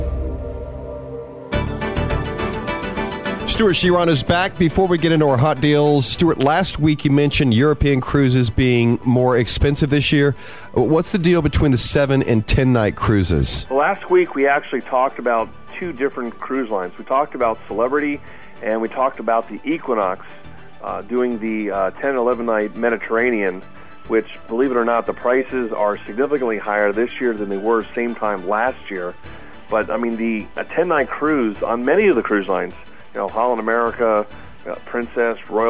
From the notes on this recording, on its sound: joins us on the phone from Martha's Vineyard, Mass.